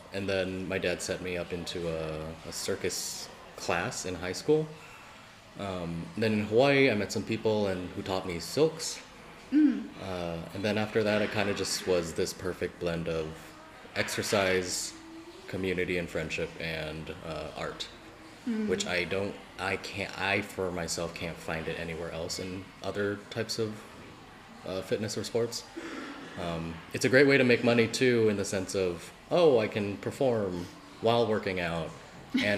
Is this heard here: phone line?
no